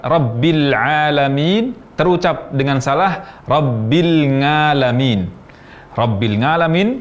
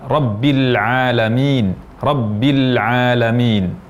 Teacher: mengucapkan huruf ain dengan bunyi nga. Ain berubah menjadi nga. · Shown in: first take · Contoh, saat mengucapkan Rabbil Alamin terucap dengan salah Rabbil Ngalamin.